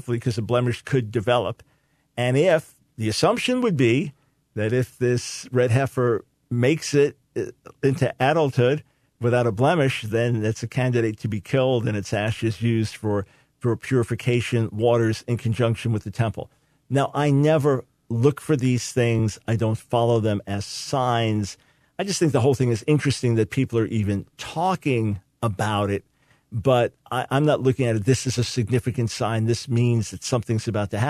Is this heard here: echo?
no